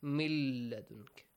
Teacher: Merge noon into la. · Term: idgham